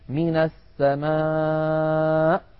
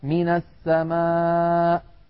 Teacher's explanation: الهمزة يا إخواننا تخرج بتصادم طرفي الحلقوم عند مخرجها أقصى الحلق · Shown in: first take · Term: النبر